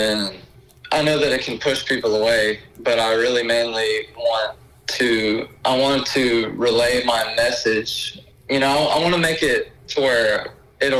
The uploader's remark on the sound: over the phone